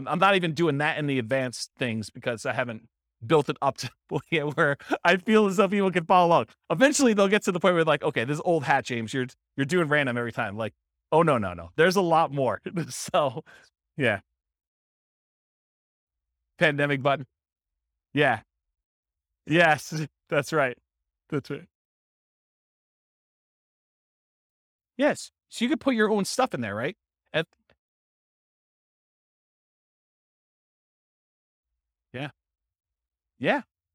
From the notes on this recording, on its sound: This was a live class recorded